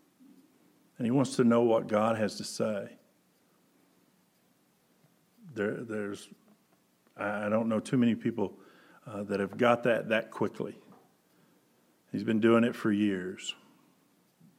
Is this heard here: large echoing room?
yes